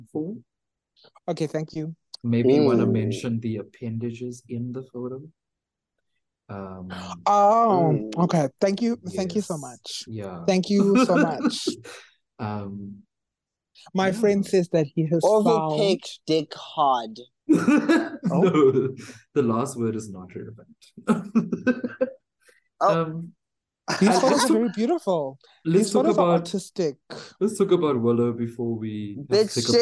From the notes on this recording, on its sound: Join our three divas as they join the Zoom call one last time